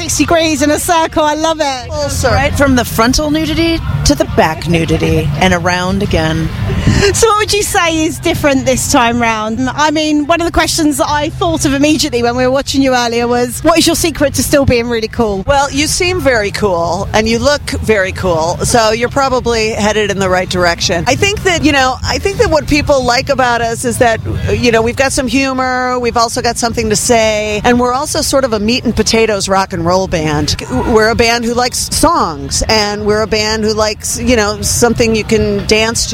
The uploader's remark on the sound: backstage at Download Festival 2018